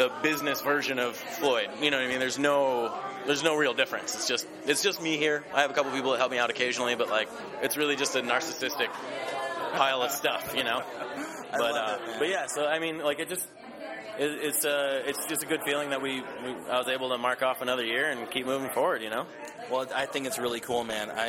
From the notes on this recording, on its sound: interview recorded at the gallery's three year anniversary at Pilsen's Second Friday art walk